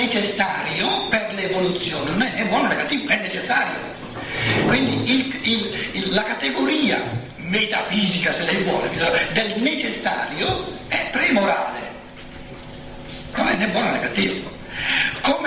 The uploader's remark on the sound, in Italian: Dibattito con il pubblico